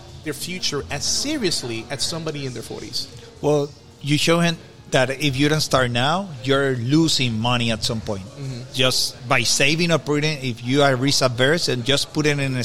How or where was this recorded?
busy venue